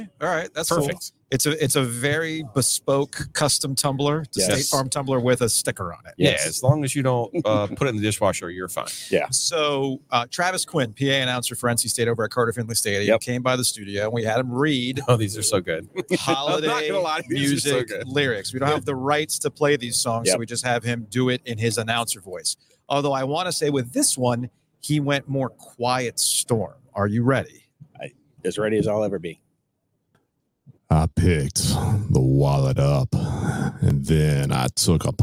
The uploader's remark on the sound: close out 2023 live from Raleigh Times.